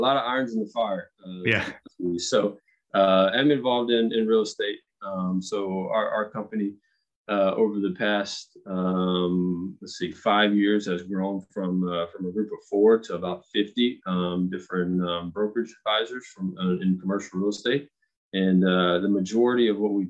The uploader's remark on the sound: Birthday Zoom